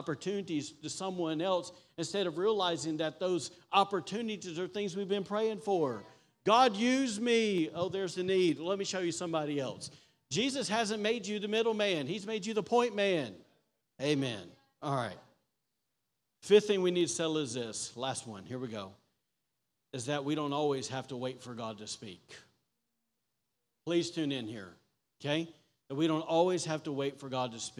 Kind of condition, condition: setting, large echoing room